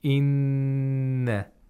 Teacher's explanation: we have to just hold the sound of noon for two vowel counts. It's a nasal stop. · Term: ghunna